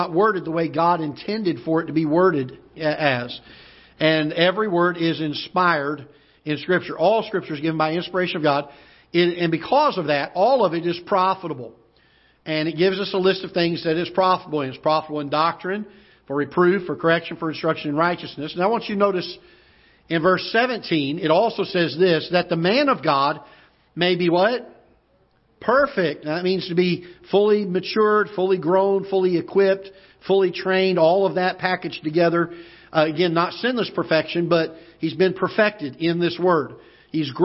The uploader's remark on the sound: Ketha Heights Baptist Church ~ Live Broadcast